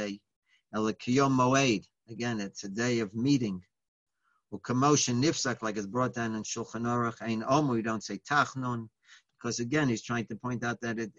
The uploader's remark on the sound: Live On Zoom.